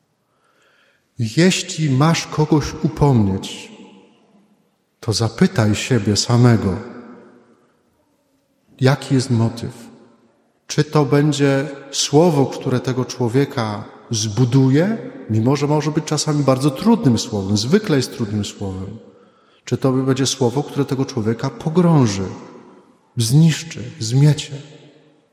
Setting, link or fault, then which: setting, large echoing room